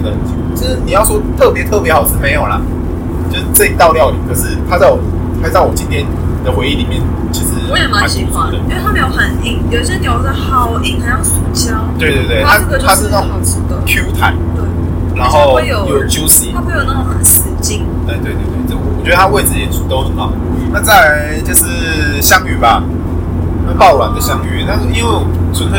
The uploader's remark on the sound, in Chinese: 這次在車上錄音的，所以音質很差